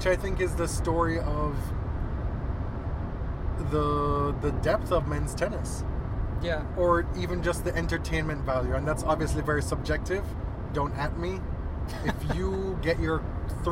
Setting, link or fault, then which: setting, inside a vehicle